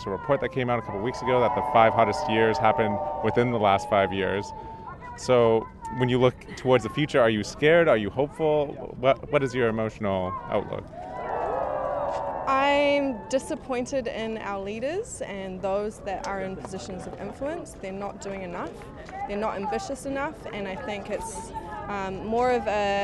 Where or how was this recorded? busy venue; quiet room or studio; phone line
busy venue